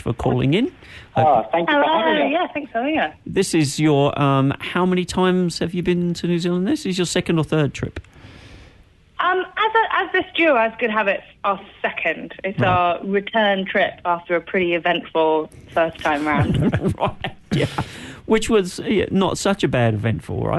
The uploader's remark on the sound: LIVE on the phone